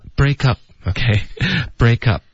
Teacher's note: to 那 have to 我们就发 have to 特的音就弱读了就 have to 是一个的的音 break 跟 up 呢也得连读 break up 泼的音呢其实这块我们也会把泼的音省略省略的方式呢嘴唇得合上导致一个干脆的停顿